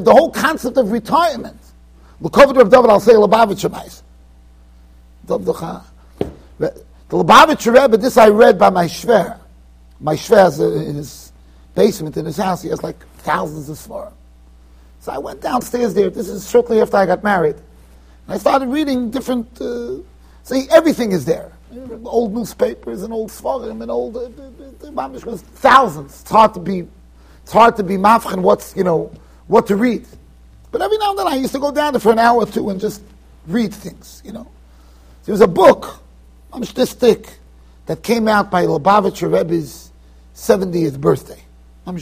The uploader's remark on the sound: Shiur recorded in Yeshivas Ohr Reuven, Monsey NY.